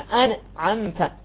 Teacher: إذن الحكم في كلمة أنعمت هو الإظهار، النون الساكنة عند العين، الحكم إظهار. لا بد وأن نظهر النون الساكنة